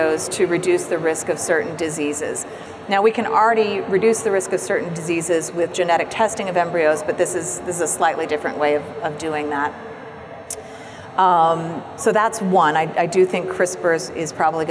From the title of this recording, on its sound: Live from APA 2019